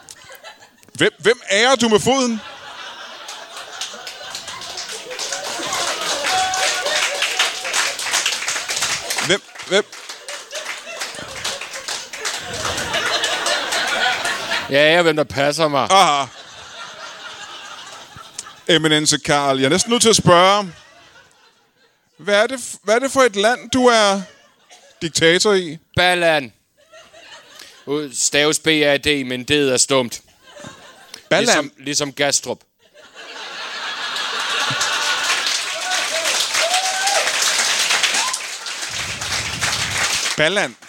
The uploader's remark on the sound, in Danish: LIVE fra Ramsømagle Forsamlingshus. Optaget foran det gode Gadstrup publikum en aften i april.